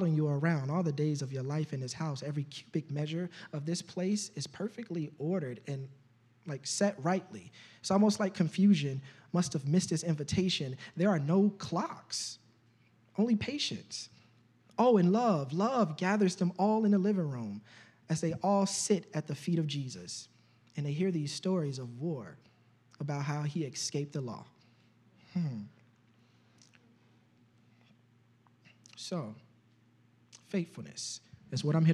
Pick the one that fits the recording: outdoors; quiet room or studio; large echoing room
large echoing room